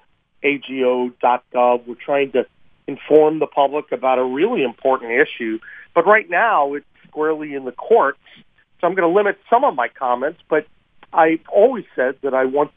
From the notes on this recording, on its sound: joined on the phone